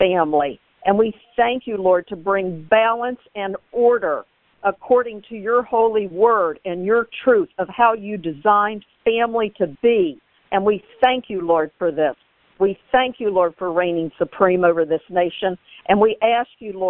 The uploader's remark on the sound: This was a Conference Call on the National Day of Prayer to pray for America and our families.